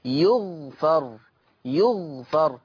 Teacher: فيقرأ يغفر بضم الياء وسكون الغين وفتح الفاء